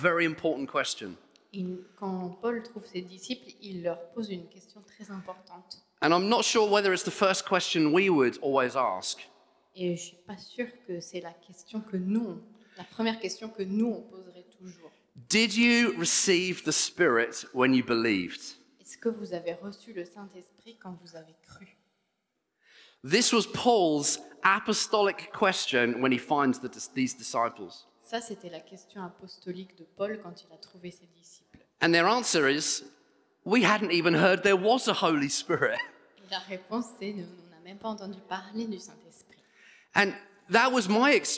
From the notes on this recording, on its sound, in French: Enregistré à l'église CVV, le 03/04/2022